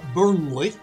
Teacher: I emphasise the rolling R, the good Lancastrians